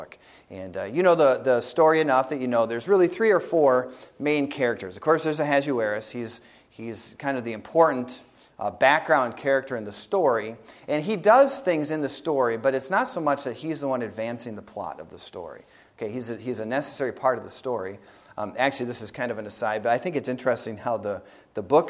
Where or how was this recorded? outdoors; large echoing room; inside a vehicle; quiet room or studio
large echoing room